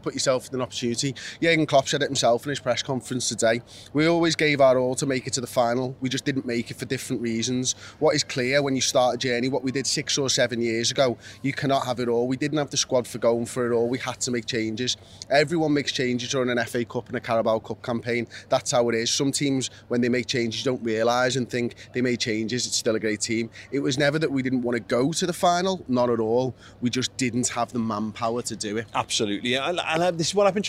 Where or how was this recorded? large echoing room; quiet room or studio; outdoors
outdoors